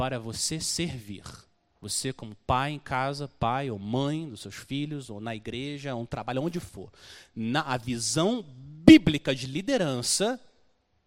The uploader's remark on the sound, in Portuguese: Mensagem gravada na Igreja Batista Jardim Minesota